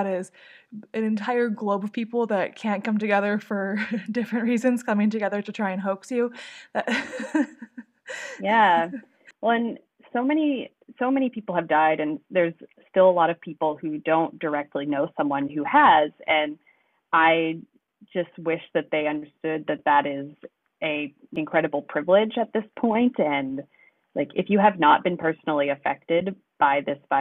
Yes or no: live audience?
no